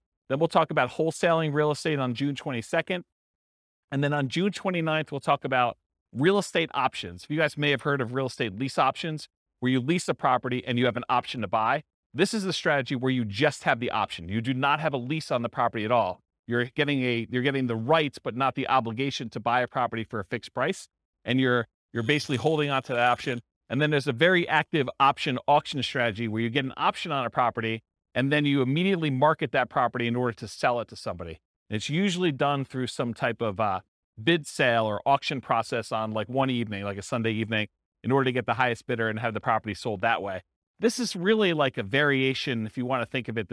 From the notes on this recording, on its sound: This was a live class recorded.